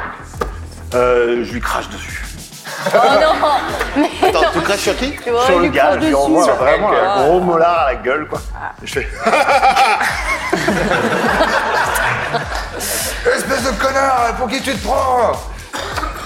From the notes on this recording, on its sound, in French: Événement en public avec le Forum des Images, qui nous a accueilli·e·s dans sa plus belle et grande salle